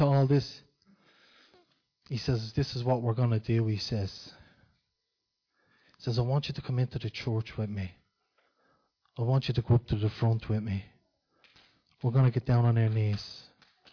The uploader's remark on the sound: Recorded live in Liberty Church